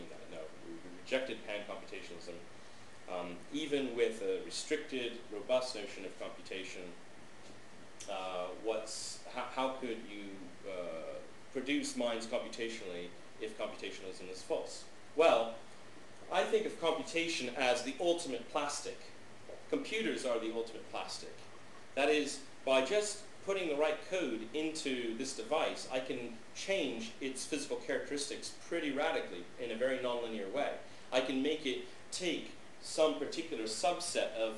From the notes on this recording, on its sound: This lecture, given at the University of Skövde on October 19th, 2006